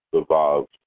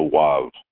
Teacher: You're used to saying the vav, not the wav. The Sephardic minhag, the Sephardic custom, is to say with a W. · Shown in: second take · Term: W sound